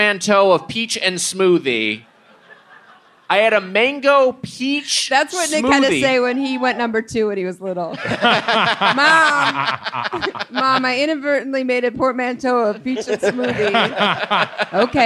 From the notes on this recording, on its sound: Recorded live at Punch Line Philly on Sept 5th, 2019.